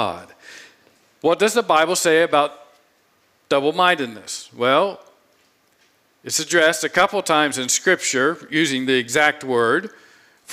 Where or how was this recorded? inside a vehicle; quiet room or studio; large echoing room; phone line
large echoing room